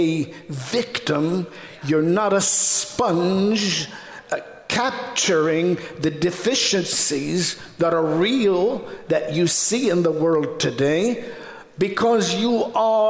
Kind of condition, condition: setting, large echoing room